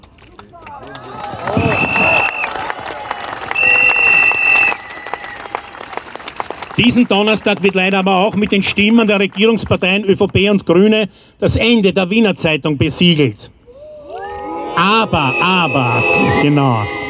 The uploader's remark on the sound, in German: April 2023 in Wien für den Erhalt der Wiener Zeitung. Ungeschnittene und unbearbeitete Aufnahme der Reden auf der Auftaktkundgebung am Helmut-Zilk-Platz und der Abschlusskundgebung beim Deserteursdenkmal vor dem Bundeskanzl*amt am Ballhausplatz.